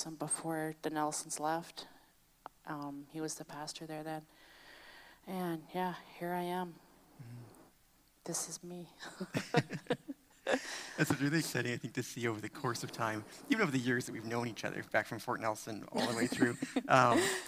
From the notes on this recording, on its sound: Previously recorded on August 8, 2021 during the pre-service chat portion of our Sunday service.